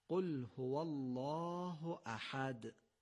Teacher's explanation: ما در فارسی میگیم احد، اما در نماز باید بگیم احد. باید حی رو یه مقدار غلیظ از گلو بگیم. اگر حی رو یه مقدار غلیظ از ته گلو بگیم، خود به خود درست تلفظ میشه. · Term: حی جیمی